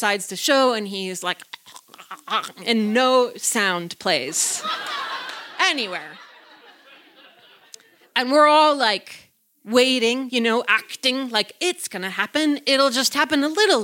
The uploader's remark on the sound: in front of a live audience at Buntport Theater in October 2018